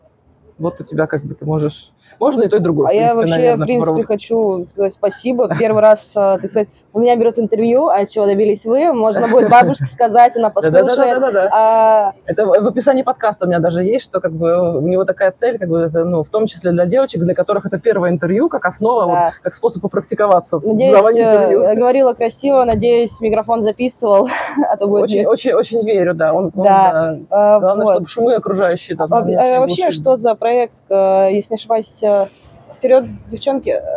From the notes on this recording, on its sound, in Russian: Мы беседуем прямо из центра bar hub, можно половить шумов